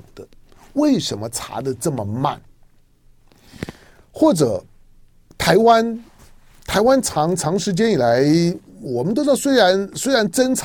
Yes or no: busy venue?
no